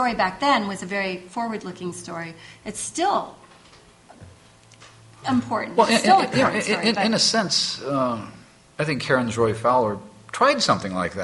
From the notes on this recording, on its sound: MidAmericon 2, the 74th World Science Fiction Convention. The episode was recorded live. In front of a terrific audience and was recorded by Kathi Overton and the MidAmericon 2 team.